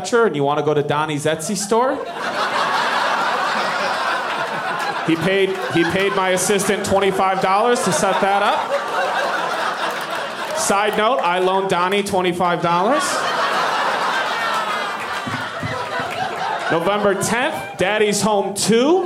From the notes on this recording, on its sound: Live from Comedy Works in Denver